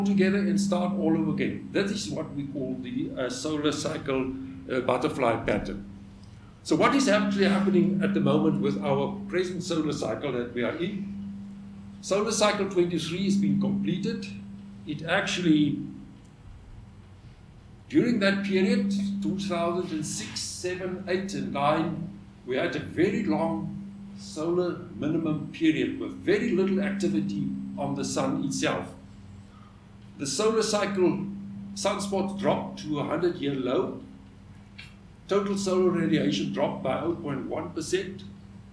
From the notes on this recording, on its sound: the 3rd of the ScopeX 2018 public lectures